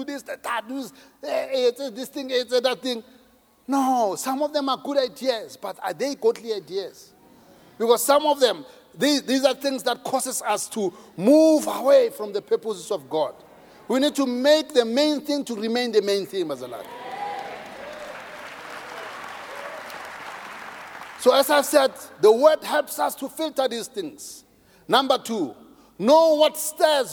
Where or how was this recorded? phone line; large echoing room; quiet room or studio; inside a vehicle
large echoing room